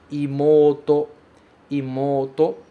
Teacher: Mas a gente fala como se fosse com dois O's.